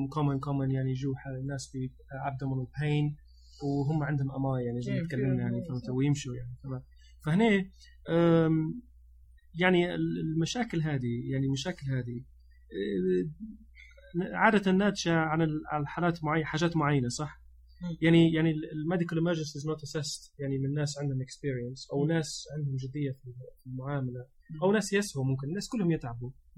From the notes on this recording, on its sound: We put this together quickly, so excuse the relatively poor sound quality and some of the ad libbed content.